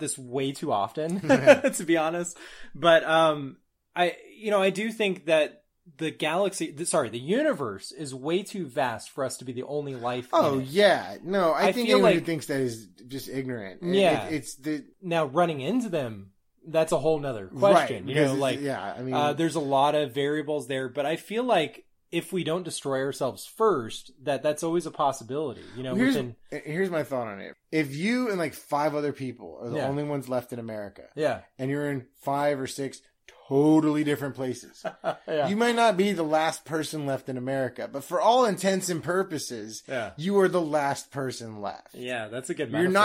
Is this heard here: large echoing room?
no